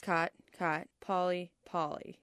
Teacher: Over the last 50-ish years, these vowels have been coming closer and closer together and merging and becoming the same sound. · Term: caught-caught merger